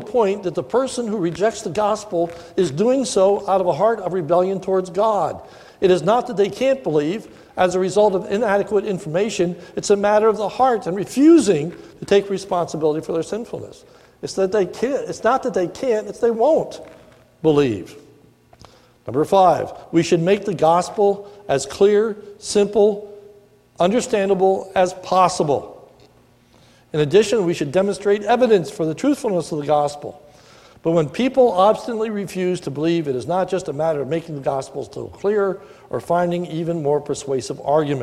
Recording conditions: large echoing room